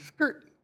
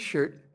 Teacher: the Scandinavians pronounce it with the hard K. The old English speakers softened it to sh. Both of those pronunciations coexisted.